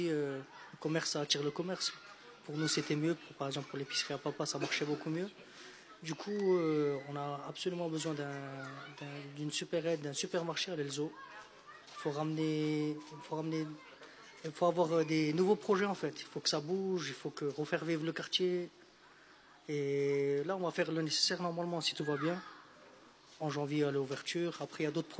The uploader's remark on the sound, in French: Émission en direct de l'Elsau. Depuis la Rue Watteau à l'Elsau, à l'occasion de l'événement "Capsule Temporelle" de la Compagnie Lu².